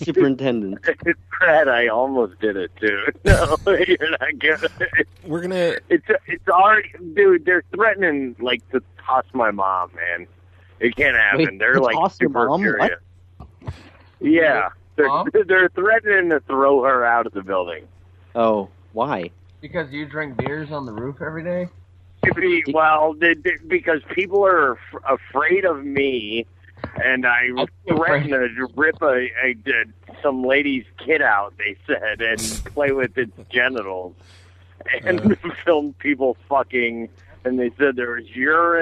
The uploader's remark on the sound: RBCP's Personal Prank Phone Calls Collection